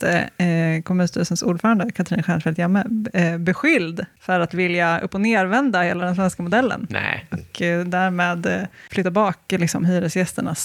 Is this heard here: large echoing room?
no